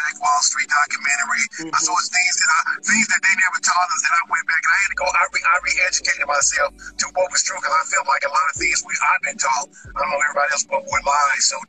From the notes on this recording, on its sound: Had the chance on Instagram Live to catch up with the SVP of Radio Promotion at Roc Nation